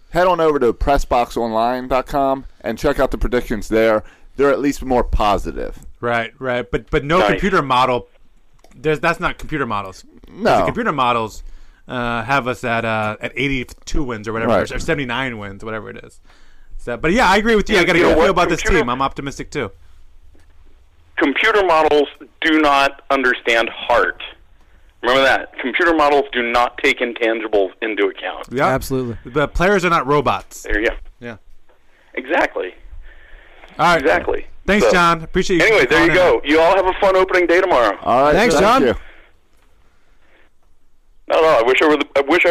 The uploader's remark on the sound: We open up the phone lines